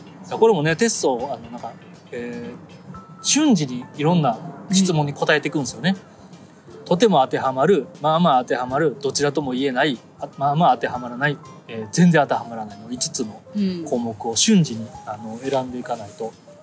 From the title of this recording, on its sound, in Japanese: 野外収録